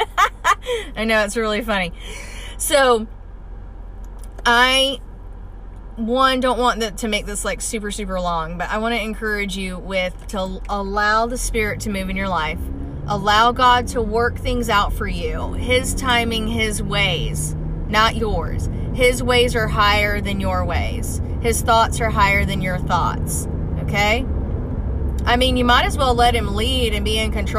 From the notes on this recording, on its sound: Car recording 2. I love doing these car recordings.